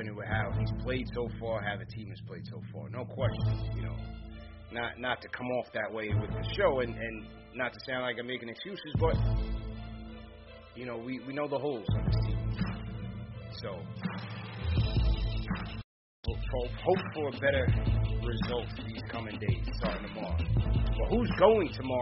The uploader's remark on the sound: takes live phone calls from fans around the world